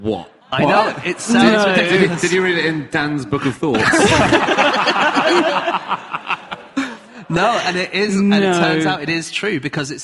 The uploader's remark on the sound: Live from Edinburgh